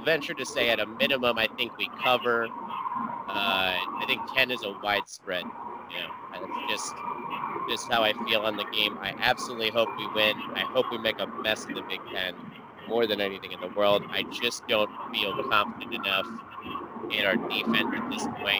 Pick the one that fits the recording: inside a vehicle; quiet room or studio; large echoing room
inside a vehicle